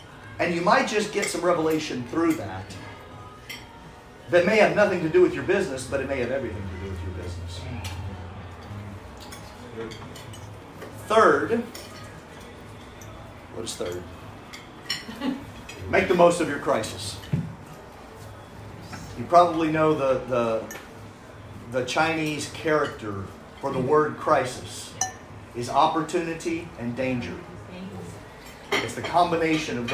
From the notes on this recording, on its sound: This is a recording of a recent live event which was a private dinner of about 25 business people in Brisbane. You will hear some background restaurant noise.